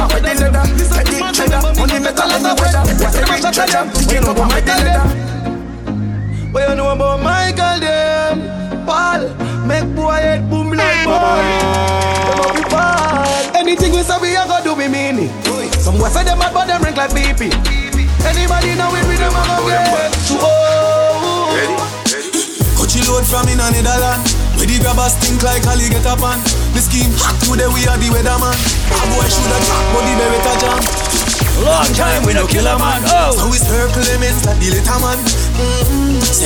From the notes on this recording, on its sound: A recording of my set at Island Saturdays on Jan 27th